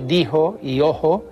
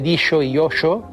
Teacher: aspiran también el antiguo sonido palatal fricativo She. · Shown in: first take · Así se dice dijo y ojo, en lugar de dicho y ocho, que se decía en el español clásico, y dijo y ojo, que se dice en el español castellano.